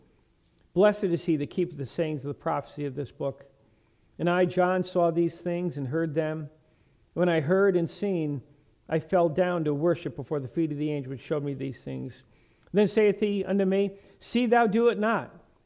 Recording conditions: large echoing room